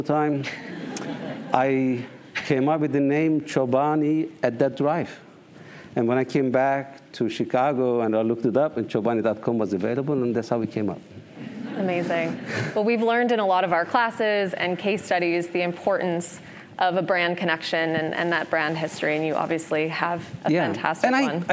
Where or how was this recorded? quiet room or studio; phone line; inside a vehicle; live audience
live audience